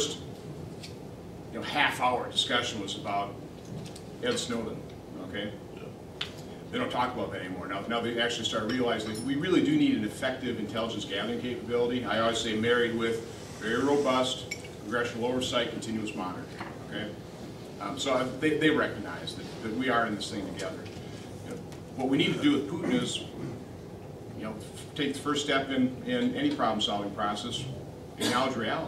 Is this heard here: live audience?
yes